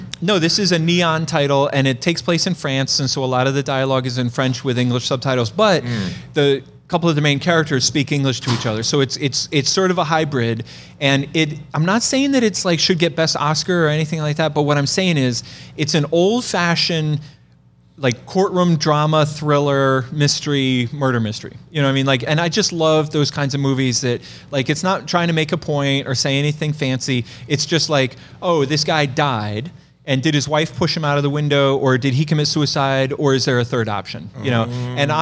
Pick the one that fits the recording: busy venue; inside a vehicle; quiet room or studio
busy venue